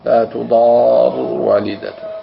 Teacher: وقرأ أبو جعفر الضعفاء تضار بإسكان لا تضار والدة بإسكان الراء وتخفيفها يعني ما مشددة